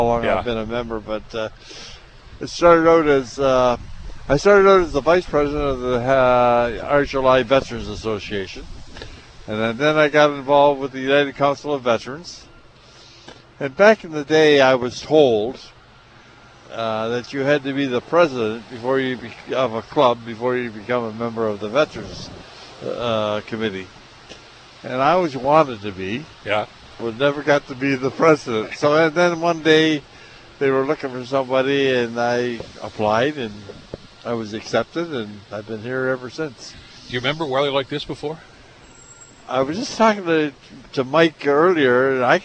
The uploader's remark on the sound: Live from Gore Park. Held a live broadcast from Veteran's Place, in downtown Hamilton, Ontario.